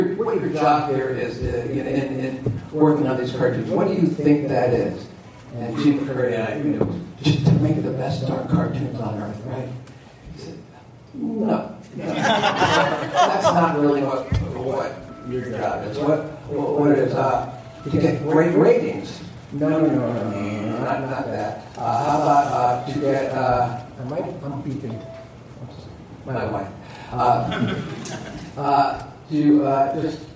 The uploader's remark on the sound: panel audio from Des Moines Con 2023